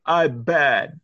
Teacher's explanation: You don't say, I'm mad. You say, I'm bad, right? Which is no nasals. I just made those M's B's